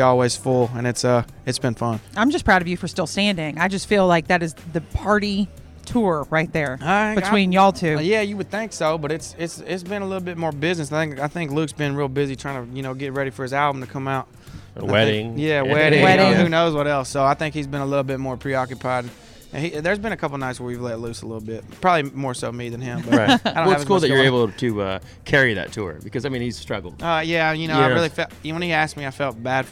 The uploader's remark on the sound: live from the 2019 CMA Awards!